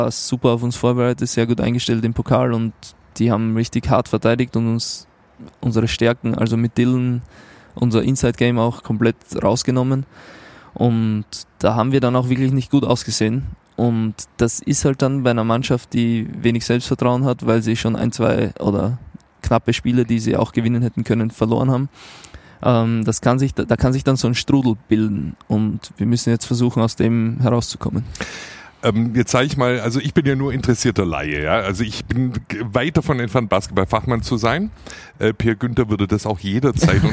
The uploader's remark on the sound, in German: Talk auf dem Conference Deck Im Orange Campus